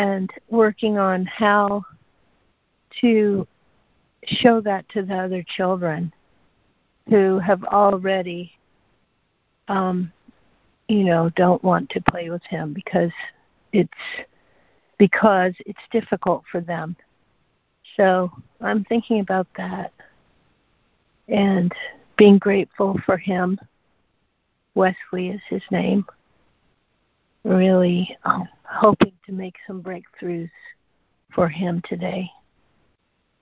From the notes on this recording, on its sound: ACIM Daily Conference Call